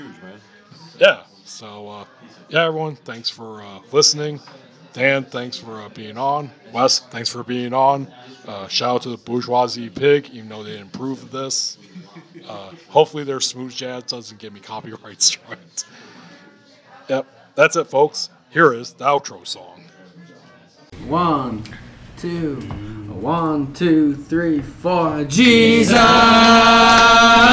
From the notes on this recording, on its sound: Recorded at the Bourgeois Pig Cafe in Chicago.